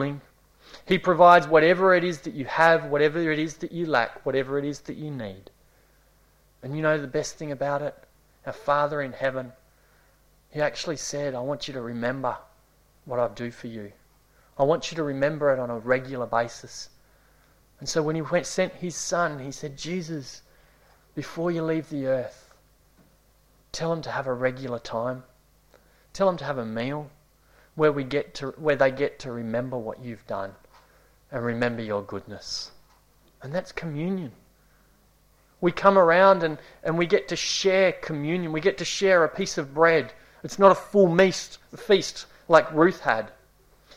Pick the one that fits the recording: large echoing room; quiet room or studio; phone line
large echoing room